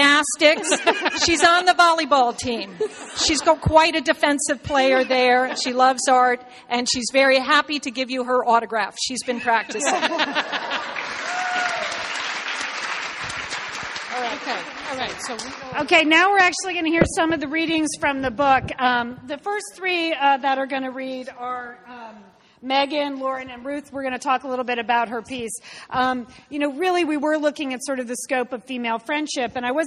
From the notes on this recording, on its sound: LIVE in Brooklyn NY. On this bonus LIVE show.